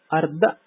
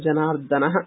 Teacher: यश्च अल्पप्राण दकारोपेतः, अर्ध इति दकारः अल्पप्राणः न तु महाप्राणः, अतः जनार्दनः इत्येव शुद्धं रूपम्।